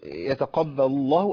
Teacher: خلصت اللام المرققة من لام اسم الجلالة المفخمة